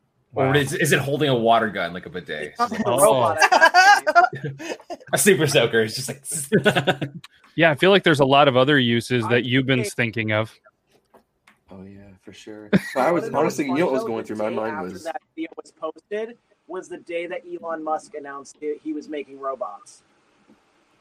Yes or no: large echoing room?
no